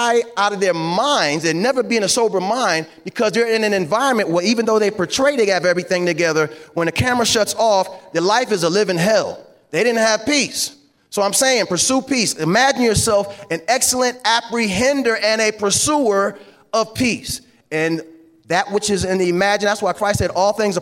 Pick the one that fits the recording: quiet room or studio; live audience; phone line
live audience